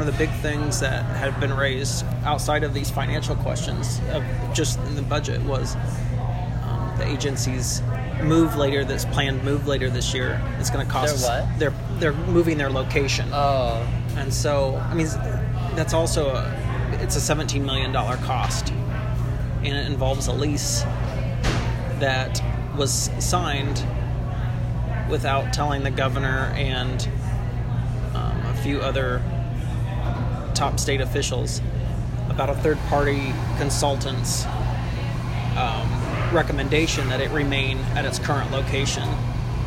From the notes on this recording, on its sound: Recorded June 15, 2018, at the Smokey Row Cafe in Des Moines.